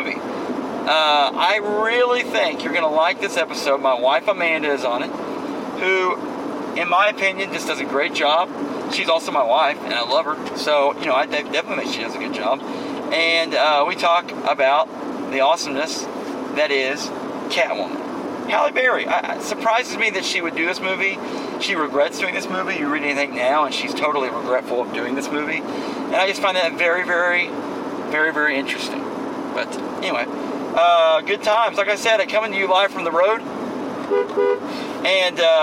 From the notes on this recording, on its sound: Live from Interstate 44 comes the Horrible Movie Podcast Tuesday edition.